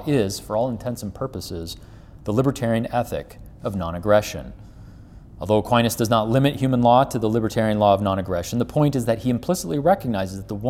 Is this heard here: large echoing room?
yes